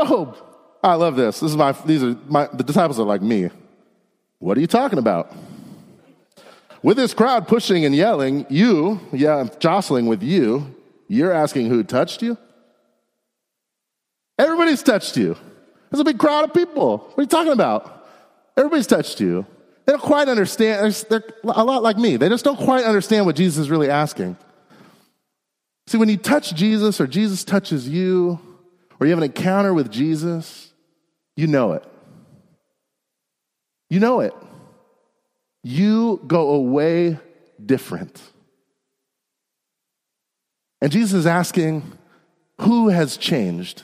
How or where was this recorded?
large echoing room